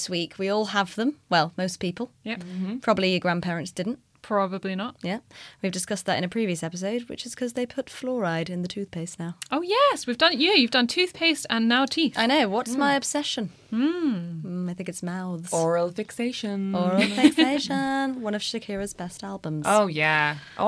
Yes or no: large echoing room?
no